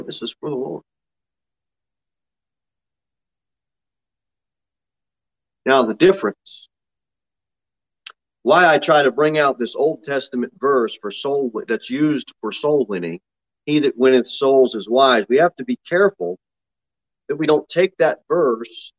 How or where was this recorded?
large echoing room